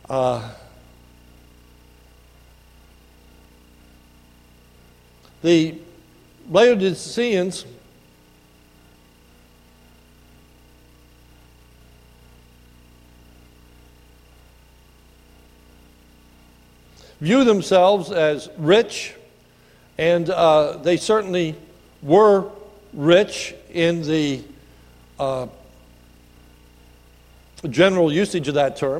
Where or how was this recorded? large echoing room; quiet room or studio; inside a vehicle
large echoing room